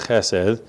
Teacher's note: you're supposed to get a nice little fricative in there, a little ch. Don't clear your throat.